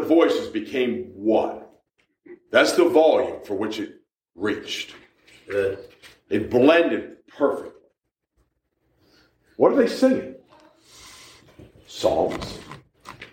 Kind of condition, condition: setting, large echoing room